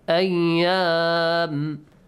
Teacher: The alif mad is extended when you stop. This is called maddul arid.